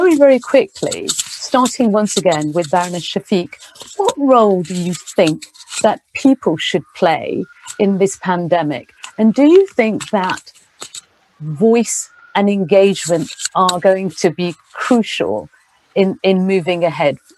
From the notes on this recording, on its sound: Listen to a recording of Day 2: Inclusive Societies, of The Recovery Summit, a virtual, world-wide conference focused on charting the path to global recovery from COVID-19.